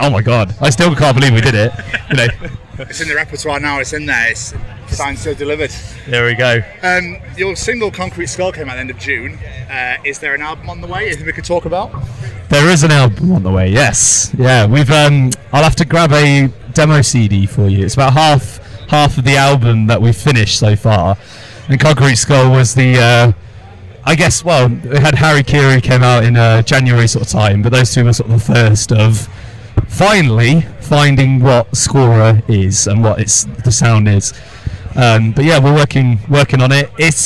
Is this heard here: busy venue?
yes